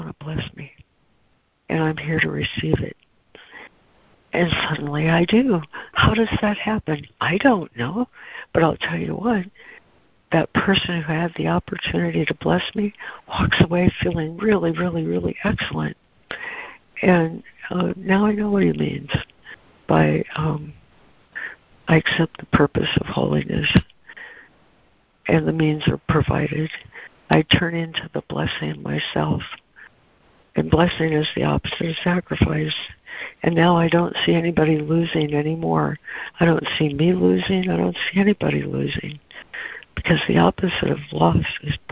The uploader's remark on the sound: ACIM Daily Conference Call